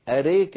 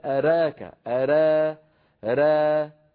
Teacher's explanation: ري هذه إمالة بين الألف والياء تماما، يسميها العلماء الإمالة الكبرى · Shown in: first take